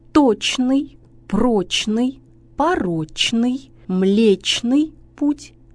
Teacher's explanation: В одних и тех же словах более 80% опрошенных произносят «чн» и лишь менее 20% «шн». Итак, сочетание «чн», как правило, произносится в соответствии с написанием